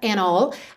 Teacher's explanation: a gente tem o and all, ou seja, não ouve o D do and.